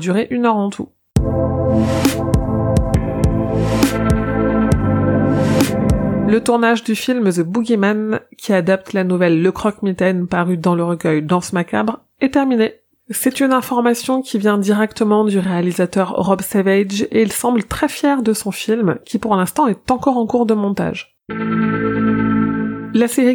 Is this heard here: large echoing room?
no